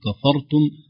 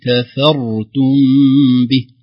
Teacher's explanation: لكن ينبغي علينا أن نراعي ترقيق الكاف والفاء ثم تفخيم الراء · Shown in: second take